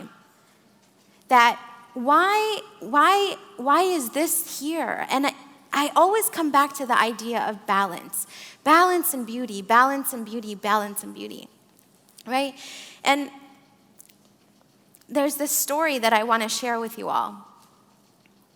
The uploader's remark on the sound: In this live SAND Conference talk. She leads the live audience in some breathwork, chanting, and singing.